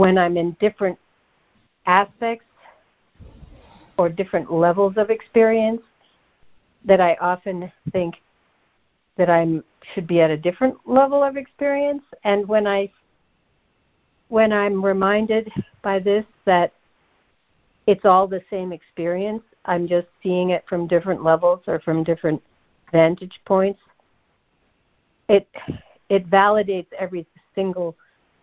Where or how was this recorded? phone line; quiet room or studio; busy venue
phone line